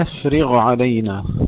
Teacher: فصل الغين عن العين